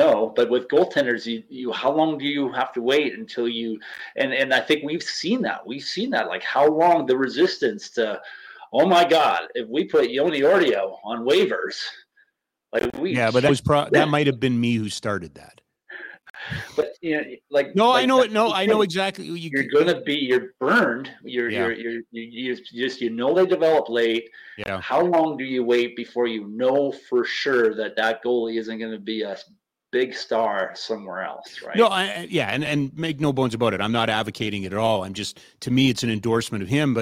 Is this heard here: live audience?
no